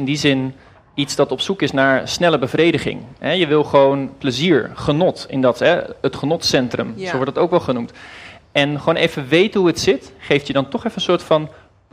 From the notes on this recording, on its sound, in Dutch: 1 Uur Over… is een live gespreksprogramma dat werd opgenomen in de Serre van de Botanische Tuinen in Utrecht. Luister in deze podcast de highlights van het gesprek terug.